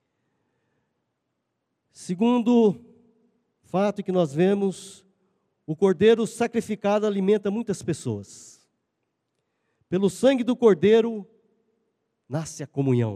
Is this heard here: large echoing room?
yes